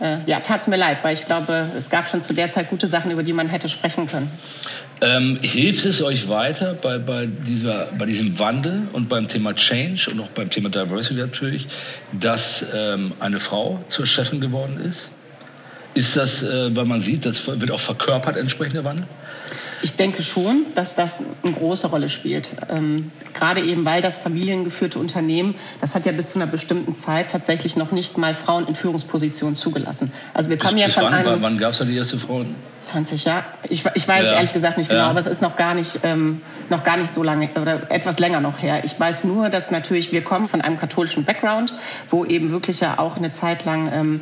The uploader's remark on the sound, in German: im Live-Podcast auf dem Kommunikationskongress in Berlin